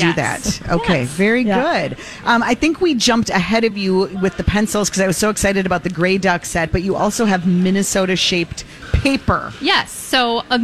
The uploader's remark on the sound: Broadcasting live at the General Store of Minnetonka.